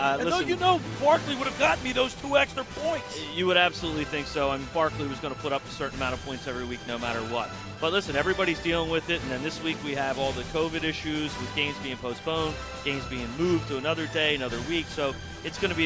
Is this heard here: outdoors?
yes